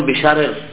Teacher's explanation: تمال الفتحة قبل الراء المكسورة وصلا ووقفا. الآن الكلام ليس عن الألف، عن الفتحة، قبل الراء المكسورة وصلا ووقفا، سواء أردت أن تصل أو أن تقف.